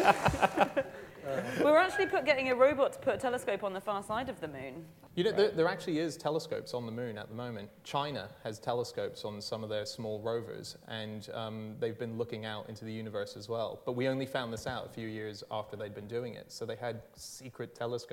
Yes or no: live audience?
yes